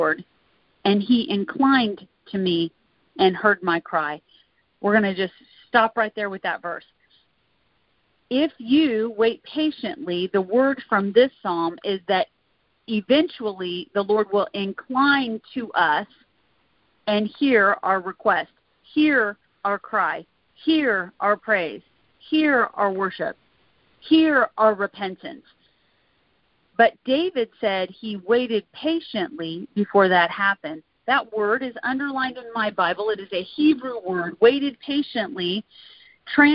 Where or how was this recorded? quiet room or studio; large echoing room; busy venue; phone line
phone line